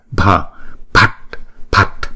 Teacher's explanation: Chữ B và H chúng ta đọc là P, P. Chữ P nhưng mà cái hơi tống mạnh ra